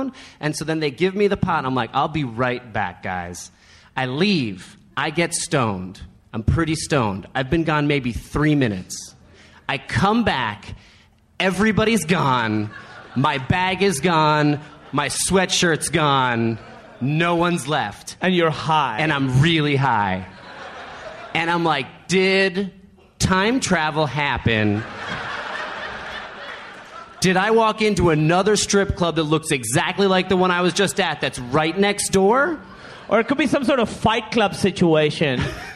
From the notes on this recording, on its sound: taped in Seattle, WA at Bumbershoot Arts and Music Festival